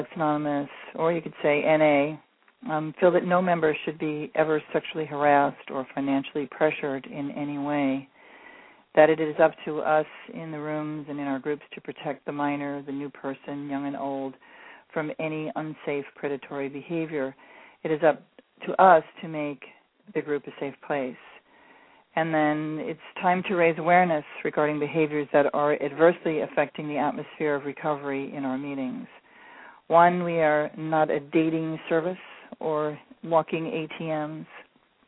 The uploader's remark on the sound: called in!